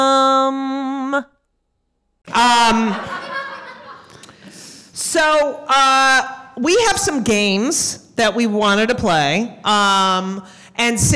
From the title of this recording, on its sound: LIVE at NYC Podfest